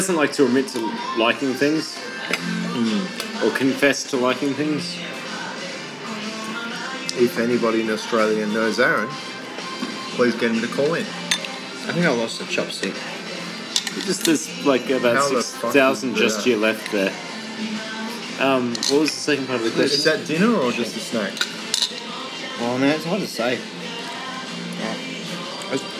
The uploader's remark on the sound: Your reward for waiting is one of the most ratty recordings we've ever put out! Recorded with my iPhone whenever I remembered to press "record".